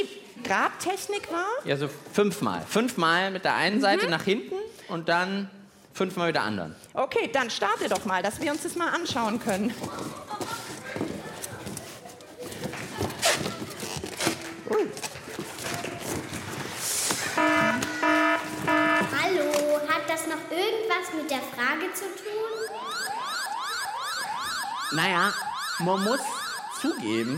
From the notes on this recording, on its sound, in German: Wird das Lachlabor-Team mit Unterstützung des Publikums vom BR Podcastfestival in Nürnberg die Antwort finden?